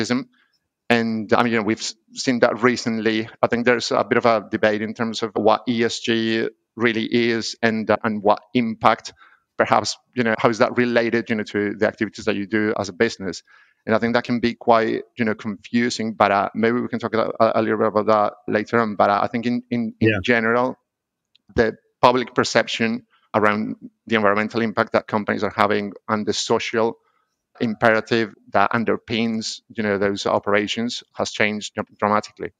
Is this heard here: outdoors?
no